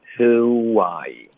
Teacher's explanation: it's aboutabout 的特呢我们也省略不需要那这个开头就是 it's not about 就这是一个正常的语速 OK 然后这说明什么呢？就是重点不是什么，OK，就其实就可以这么翻译，重点不是什么，什么东西不是重点或者不是问题，不是主要的问题。那这个是什么呢？我们就有 who I wouldmarry，OK，所以就是我跟谁结婚，这个人不是重点。哎，说的有点难听，好像，重点是我自己的创伤。那这个 who 跟 I，我们就直接连读 whoI，注意我们的 who，这个开头嘴唇是放松的，who，结尾嘴唇嘟起来，who，然后再张嘴 whoI，所以有一个嘴唇裂开。微笑的那种感觉，撅起来爆开，一个一二三的动作，大家